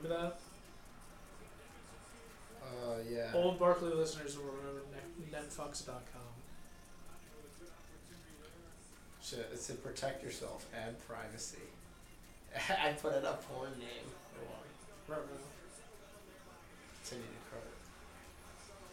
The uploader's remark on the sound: we prove how inept we are at recording a podcast